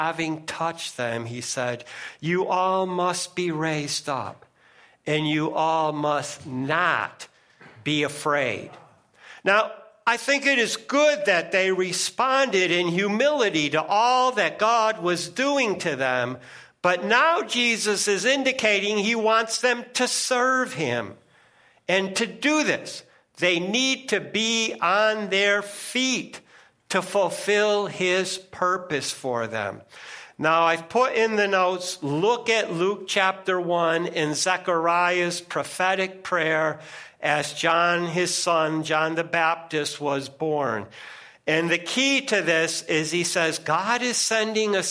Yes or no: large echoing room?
yes